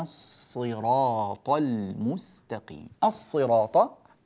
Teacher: الصراط الصاد، الصاد صاد، لا نجعلها سينا